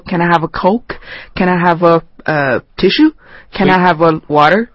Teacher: 这个连读啊就在头两个单词上，一个是 can,一个是 I